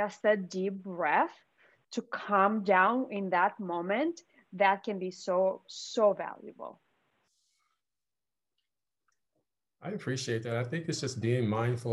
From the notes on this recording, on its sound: Listen in as livingHR hosts a virtual gathering with expert panelists.